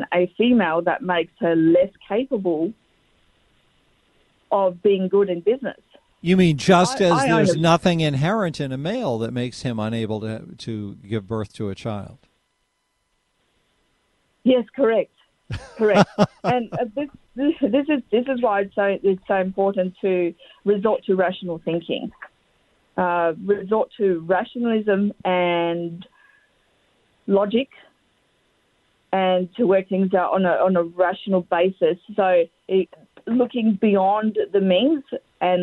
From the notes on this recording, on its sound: Take some phone calls.